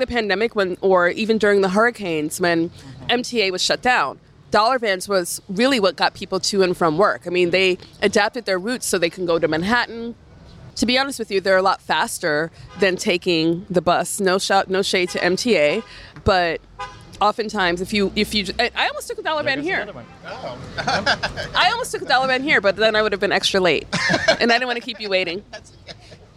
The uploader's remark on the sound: A Walk through Little Caribbean. Listen in on this mini food tour of Flatbush and Nostrand Avenues and discover the secrets of this bustling neighborhood.